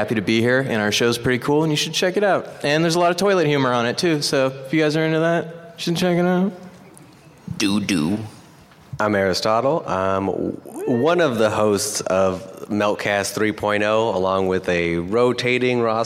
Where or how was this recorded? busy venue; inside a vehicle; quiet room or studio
busy venue